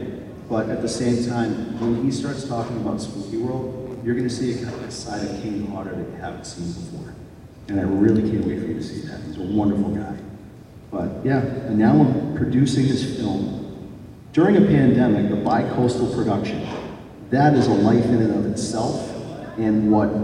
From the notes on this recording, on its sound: This video is taken from a panel the team gave Friday during Monsterpalooza 2022.